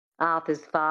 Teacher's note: getting that reduction of the mouth and the lips, the sound falling back into the throat, the flatness of the Australian accent as well, that really helped.